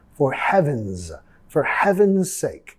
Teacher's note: la S vamos a pronunciar como una Z